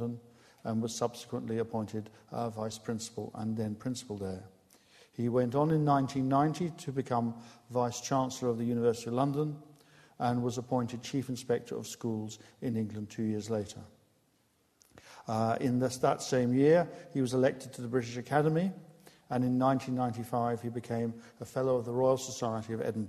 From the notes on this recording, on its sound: Recorded 25 October 2011 at the Playfair Library, Edinburgh